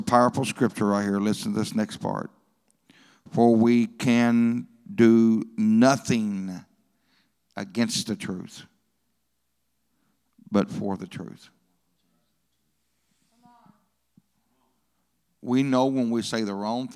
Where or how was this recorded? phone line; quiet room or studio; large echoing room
large echoing room